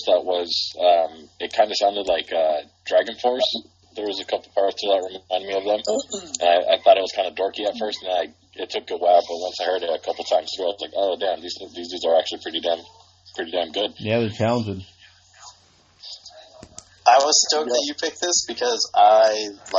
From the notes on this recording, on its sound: We are still trying to figure out what's the best way to record while we are all on speaker phone